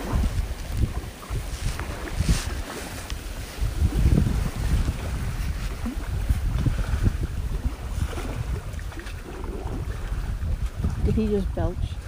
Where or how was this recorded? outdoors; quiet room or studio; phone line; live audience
outdoors